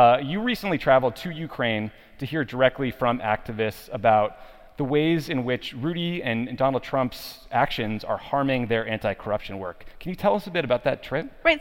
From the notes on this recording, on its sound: Record a special episode from D.C. Recorded at the conference.